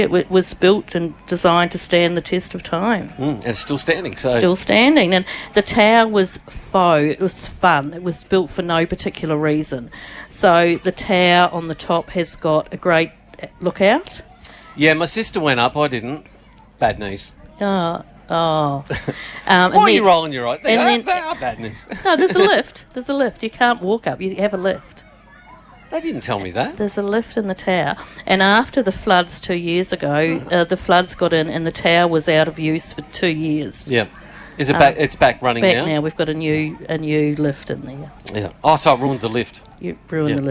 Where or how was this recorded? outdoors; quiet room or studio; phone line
outdoors